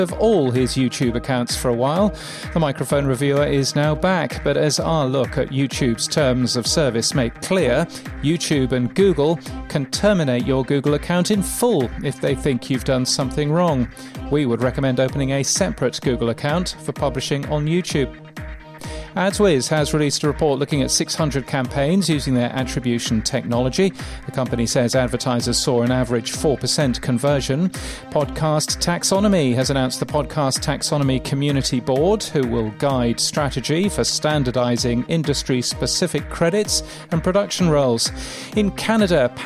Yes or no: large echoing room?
no